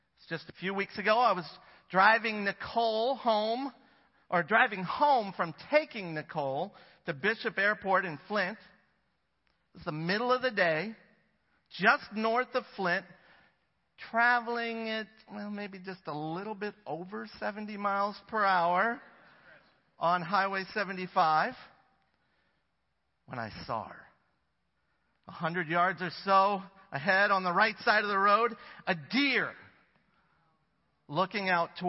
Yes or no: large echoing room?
yes